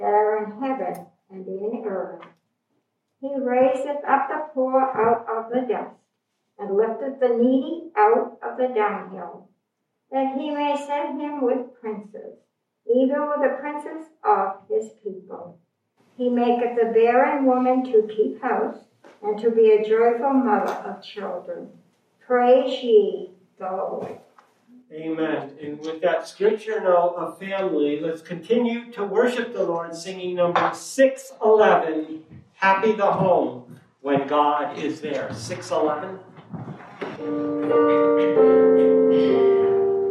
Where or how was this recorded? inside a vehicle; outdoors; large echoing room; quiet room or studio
large echoing room